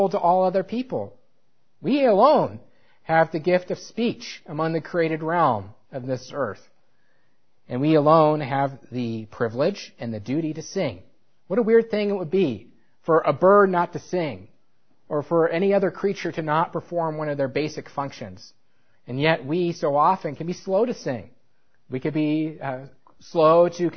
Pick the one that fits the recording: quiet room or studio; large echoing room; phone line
large echoing room